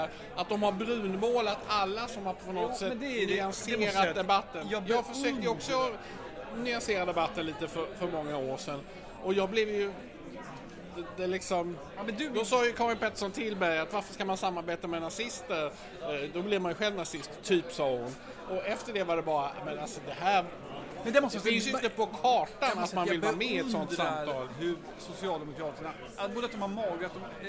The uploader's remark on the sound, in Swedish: Den enda podcasten som spelas in “live” på Riche.